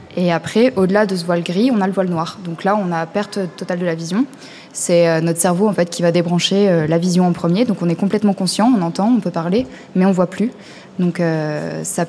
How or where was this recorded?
live audience